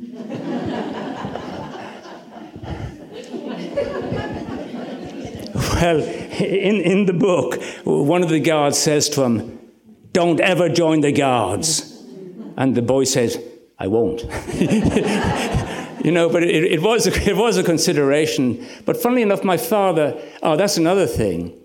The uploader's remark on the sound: interviewed him at the West Cork Literary Festival